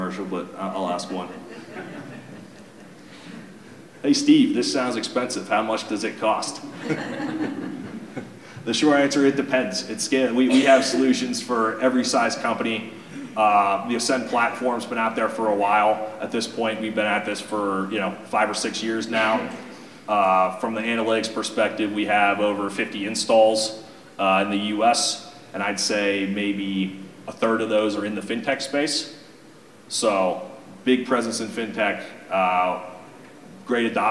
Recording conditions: live audience